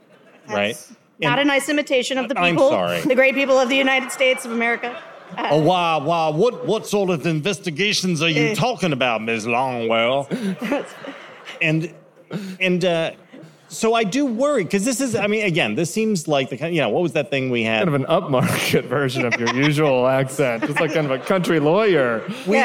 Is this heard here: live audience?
yes